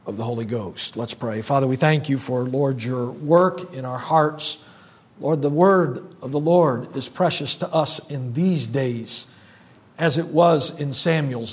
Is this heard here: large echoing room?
yes